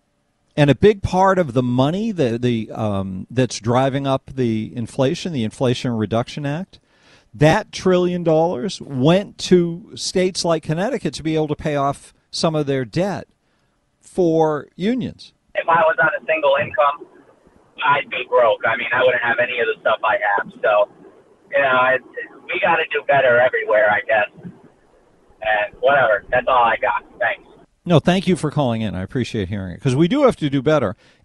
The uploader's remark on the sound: We play RANTS - and take phone calls.